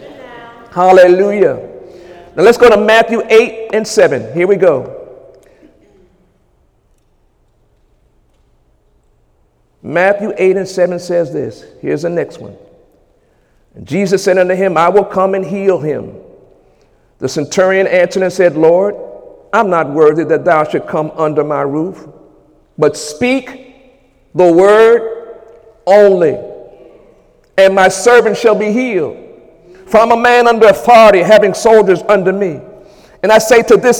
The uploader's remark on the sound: During Sunday morning service on January 28, 2018